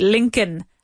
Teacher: That's how it's spelled, but we don't say that L. We say Lincoln.